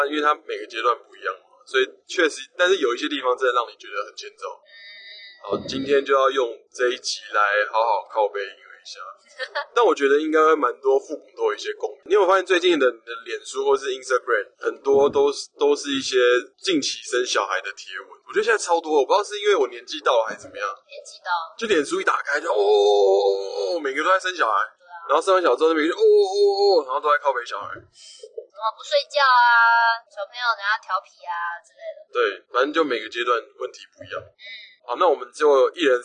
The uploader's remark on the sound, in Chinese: 本集為車上錄音，音質有點糞